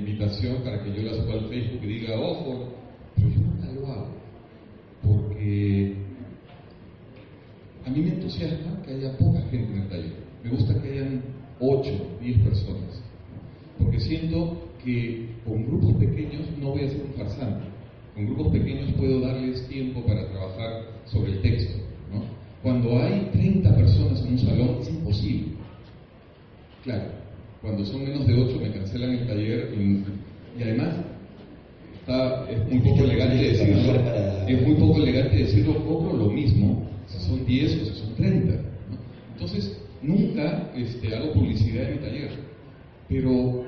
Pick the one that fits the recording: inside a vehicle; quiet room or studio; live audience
live audience